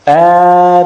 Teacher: So Ah, only 2 harakat. But Meen can be 2, 4 or 6.